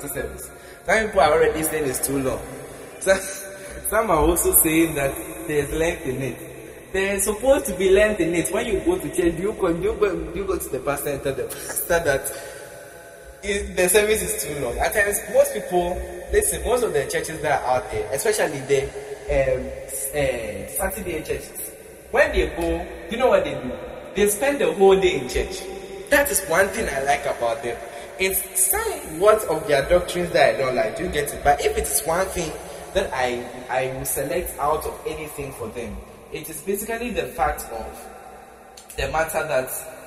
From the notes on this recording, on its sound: Preached at the Prophetic Encounter Service, Accra, Ghana.